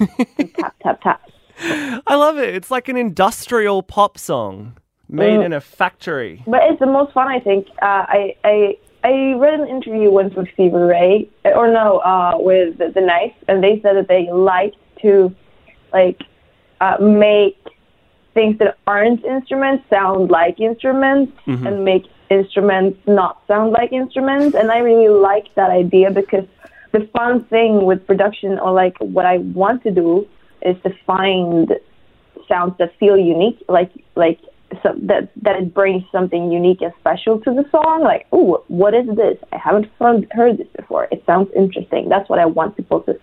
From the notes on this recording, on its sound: Got her on the phone to geek out about how she puts together her massive, industrial pop music.